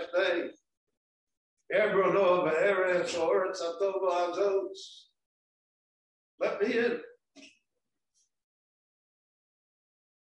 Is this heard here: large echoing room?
yes